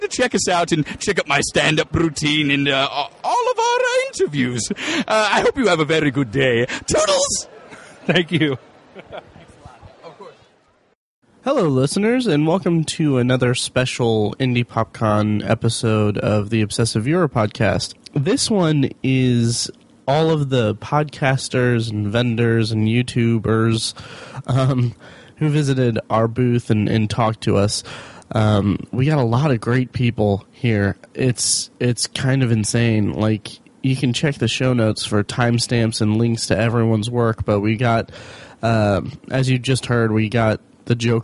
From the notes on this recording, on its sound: Live at Indy PopCon 2014. Recorded live from our booth at Indy PopCon!